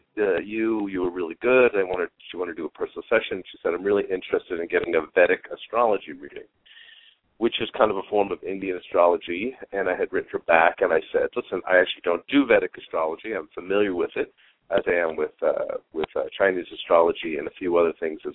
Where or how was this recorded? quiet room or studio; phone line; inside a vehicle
phone line